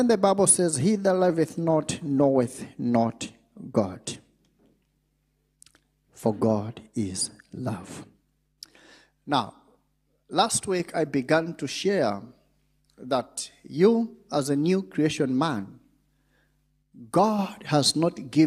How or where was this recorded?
large echoing room